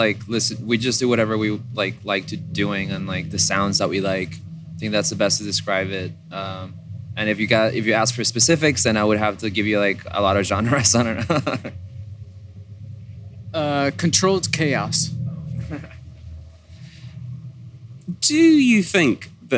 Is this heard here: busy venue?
yes